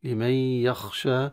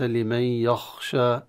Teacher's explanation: تضغم فيها النون بفتح الخيشوم ففيها غنة، ولهذا يسمى إدغاما ناقصا. يخشى نقف على الألف بالمد الطبيعي، ولكن لا نفخم الياء · Shown in: first take